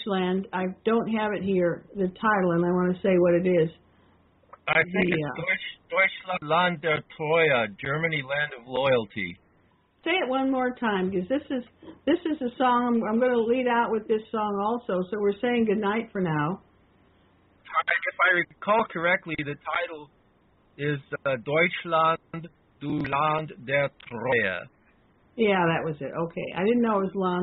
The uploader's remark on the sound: we take callers during this live broadcast